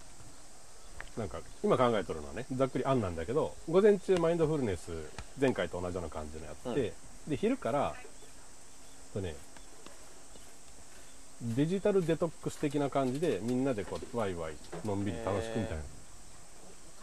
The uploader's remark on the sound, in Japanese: こどもたちが主役の、五感で楽しむイベントを田舎の古民家と自然の中で開催しました。自然に囲まれた古民家のテラスで。夏の夕暮れ。蝉の鳴き声。地元の人の営み。